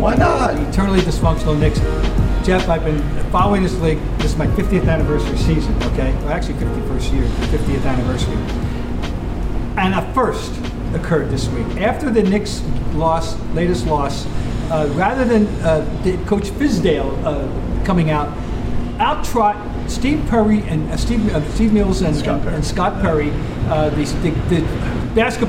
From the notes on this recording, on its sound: On location, from the brand new (kinda) TD Garden! Recorded following the Celtics - Mavericks contest.